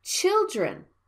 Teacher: The first vowel is a stressed syllable, so it sounds like children.